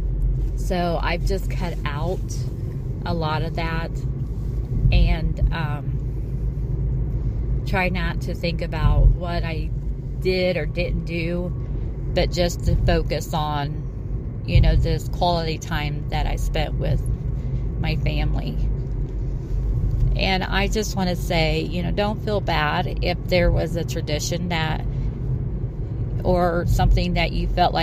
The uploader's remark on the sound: Please ignore the background noise I was driving home and decided to utilize my time alone.